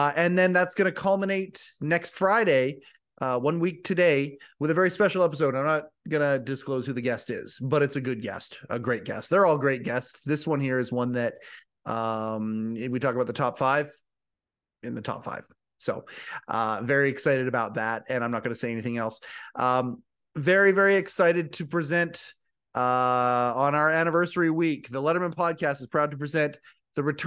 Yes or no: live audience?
no